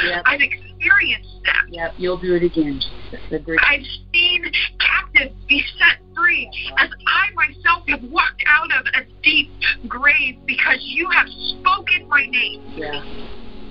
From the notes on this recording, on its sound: ZOOM. During the WEEKLY "Intercessors Arise!" Prayer. Conference call.